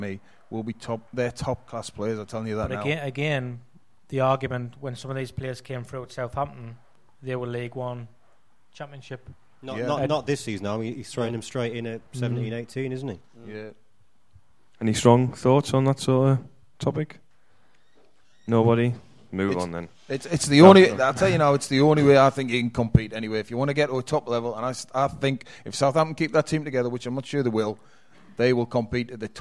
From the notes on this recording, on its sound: Live at The Isis. With a live audience at The Isis, Sunderland.